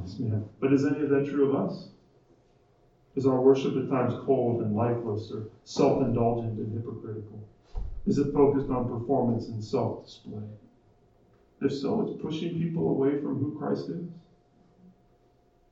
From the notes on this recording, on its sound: Our apologies for the poor audio quality of this recording.